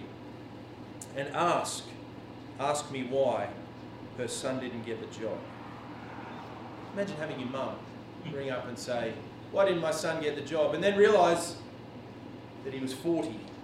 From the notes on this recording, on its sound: This sermon was preached on 11 June at all services of Helensburgh and Stanwell Park Anglican Church.